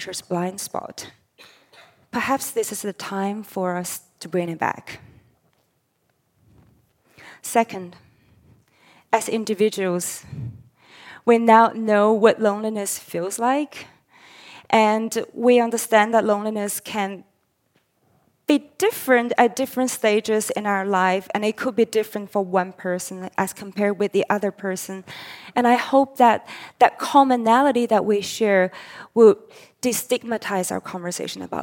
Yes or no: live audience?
yes